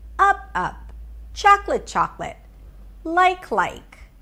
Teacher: When I use lexical cloning or reduplication, I put the stress on the first word and I say it significantly higher in pitch. I mean higher in pitch, not just like slightly higher in pitch.